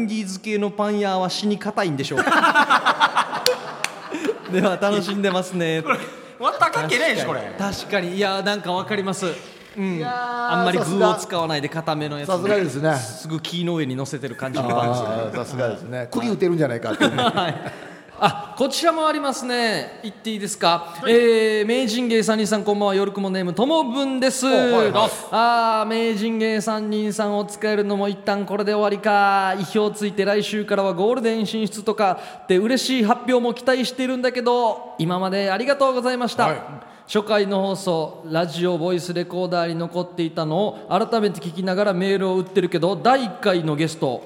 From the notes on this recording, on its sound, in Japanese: 最終回は最初で最後の公開収録。たくさんのリスナーの皆様にお越しいただきました。